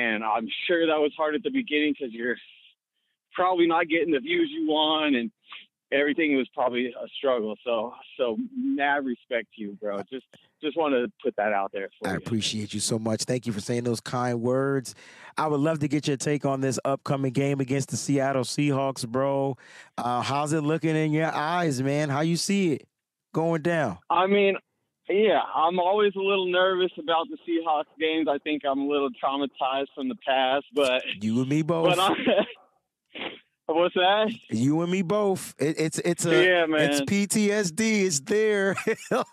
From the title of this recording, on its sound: Call In Show